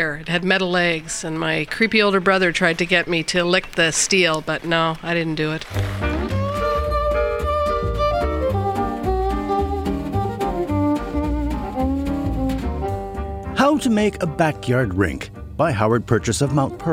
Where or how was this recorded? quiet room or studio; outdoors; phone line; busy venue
outdoors